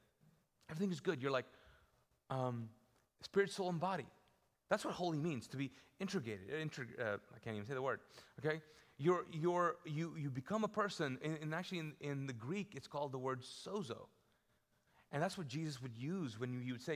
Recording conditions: large echoing room